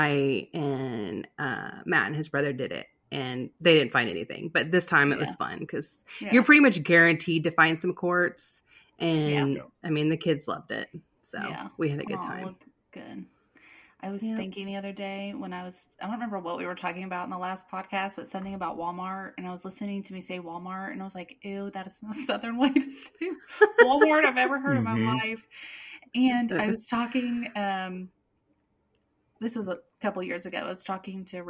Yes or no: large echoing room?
no